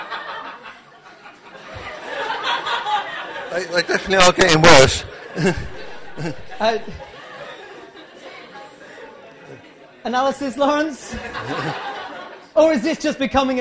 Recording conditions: live audience